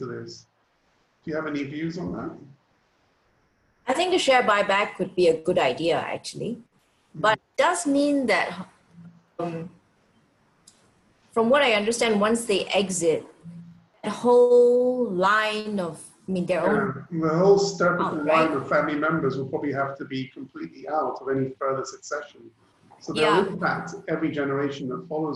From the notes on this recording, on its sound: Webinar audio recording